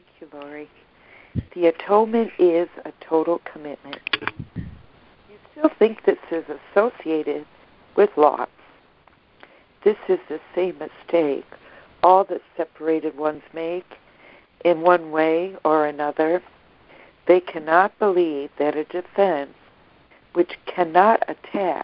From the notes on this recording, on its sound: ACIM Daily Conference Call.